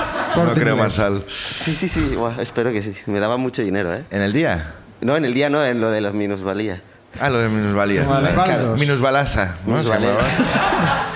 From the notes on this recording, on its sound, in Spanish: El público también comparte con nosotros su miseria